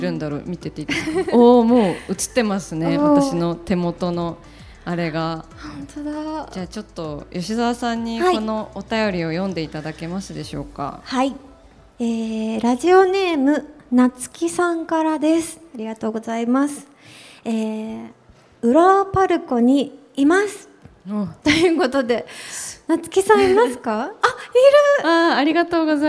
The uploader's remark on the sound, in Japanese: 浦和パルコで行った。番組初の公開収録の様子をお届けしました。